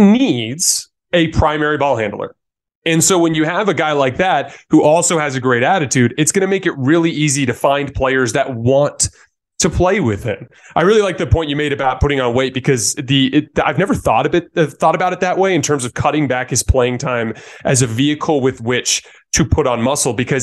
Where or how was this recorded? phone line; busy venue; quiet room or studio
quiet room or studio